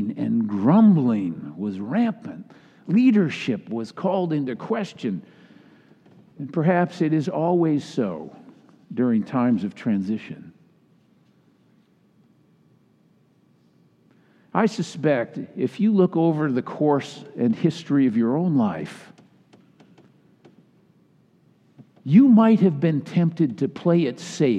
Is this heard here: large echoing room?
yes